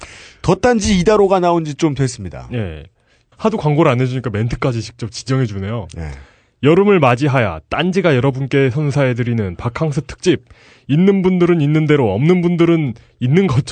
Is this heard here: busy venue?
no